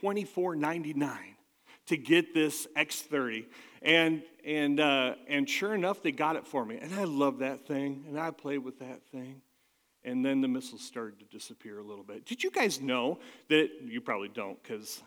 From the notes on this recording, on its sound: at Catalyst Christian Church